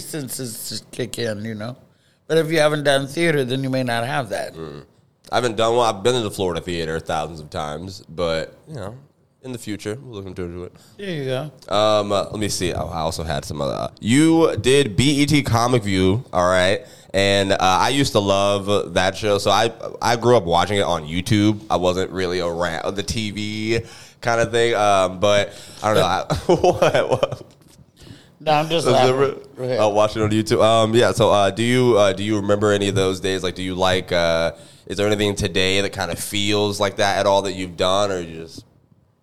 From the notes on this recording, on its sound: We recorded this podcast between sets of the early & late show at the Comedy Zone